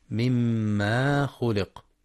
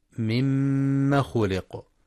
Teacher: والصواب مما خلق بالفتح فقط من غير مد · Shown in: second take